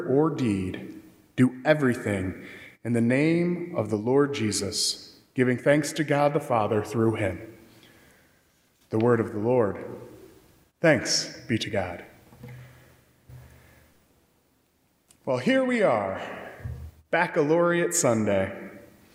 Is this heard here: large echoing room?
yes